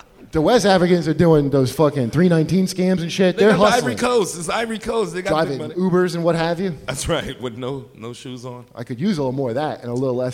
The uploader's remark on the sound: live at Small's Bar in Detroit!